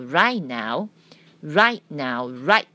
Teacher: 这个 t 是不用不用报出来，但是呢，它的动作一定要到位